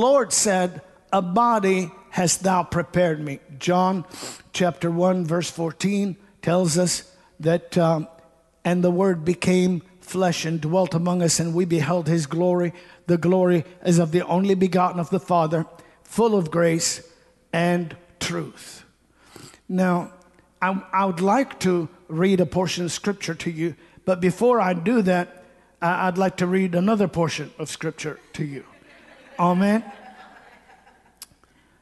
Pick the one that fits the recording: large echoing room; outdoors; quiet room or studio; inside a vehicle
large echoing room